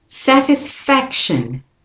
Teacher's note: So satis, the T-I, the I, is a weaker syllable. And the fac and the sat are the stronger ones